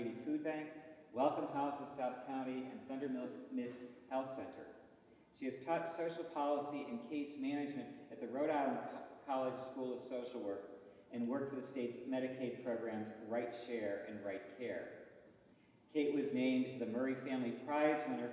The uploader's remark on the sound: The first lecture in our 2023 Summer Lecture Series